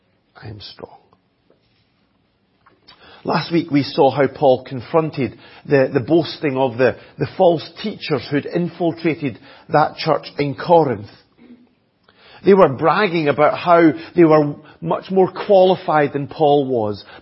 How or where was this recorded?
large echoing room